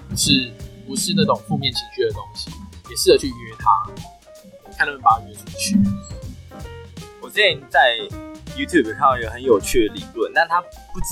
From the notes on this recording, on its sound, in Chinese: 本集音檔為 2019 年錄製，錄製時收錄較多環境雜音，已降噪處理加上背景音樂